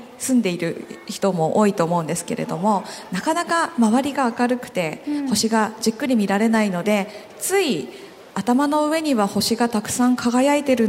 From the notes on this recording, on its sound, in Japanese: 今回はさがみ湖リゾート プレジャーフォレストで行われた公開録音の模様をお届けします。